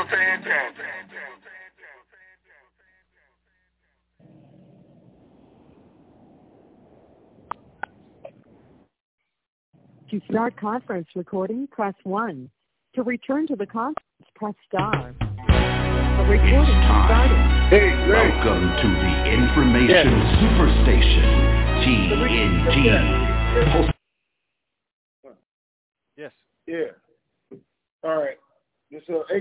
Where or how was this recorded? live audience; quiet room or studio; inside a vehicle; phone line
phone line